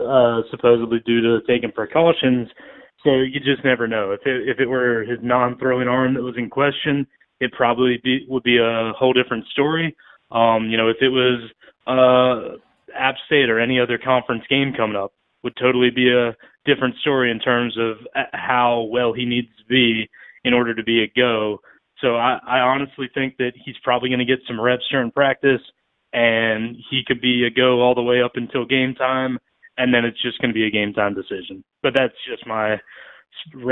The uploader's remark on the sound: Joined over the phone.